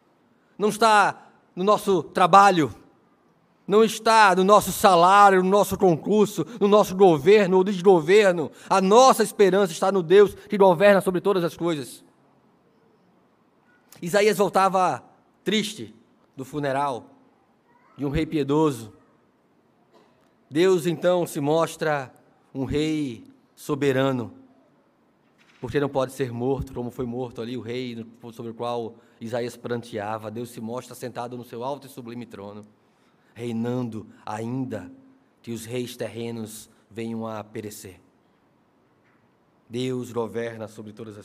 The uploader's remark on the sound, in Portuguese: no culto presencial e transmitido ao vivo no domingo (18/09/2022) à noite (18h).